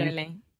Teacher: It's Really, what the sound is, is almost like a Portuguese R in words like para or praia. So your tongue is just touching the top of your mouth very fast. · Term: flap T